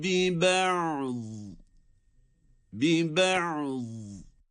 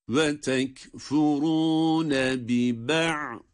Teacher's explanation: burada ayın sesi çıkar çıkmaz hemen vat harfinde telaffuz ediyoruz · Shown in: first take · Term: beyniye